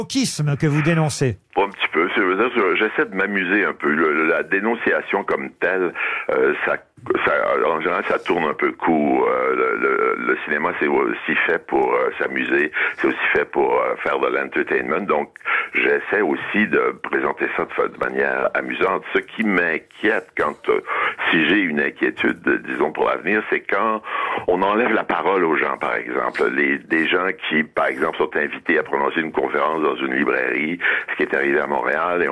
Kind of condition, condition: link, phone line